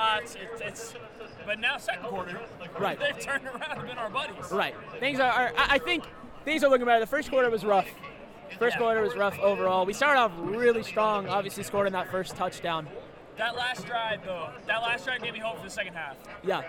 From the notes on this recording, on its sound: LIVE from Kidd-Brewer Stadium. The first podcast to record during a live App State game.